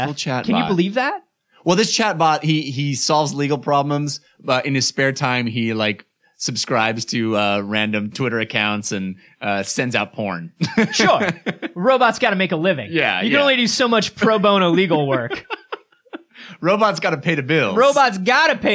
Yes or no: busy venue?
no